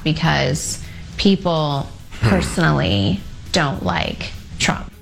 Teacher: The up-talking, the vocal fry at the end